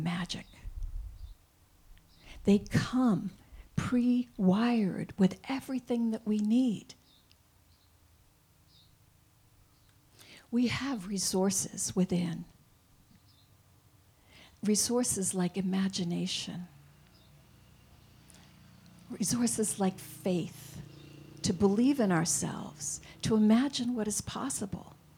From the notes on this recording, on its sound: This week only, we are broadcasting LIVE from the Hayshed, an outdoor venue in Bend. We’ll have our regular Sunday Service, with special guest musicians.